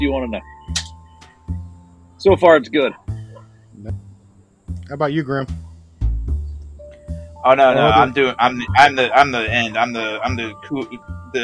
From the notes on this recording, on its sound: Back Porch Lounge Show. Please forgive the camera and sound issues, we are working them out.